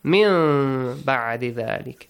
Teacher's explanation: Change the noon to a hidden meme sound.